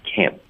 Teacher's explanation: 音添加进去，整个句子就是 I can't believe how lucky Iam。没有，对这个 can 这个词呢，咱就说，自打哼哼老上课以来也讲过几十遍了啊。有讲过，可是他的这个梅花音加 n 真的是比较别扭的音，需要单独练一会儿的。您刚才说一句，我注意到说是刚刚一抬上去就要停顿。啊，这个 n 的音，它的对是一旦顶上去要顿，因为我们这是一个否认的 can't，特的音省略呢，我们就只能靠一个停顿来就是代表这个特的音了